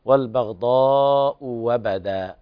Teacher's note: قرأ ورش بإبدال الهمزة الثانية واوا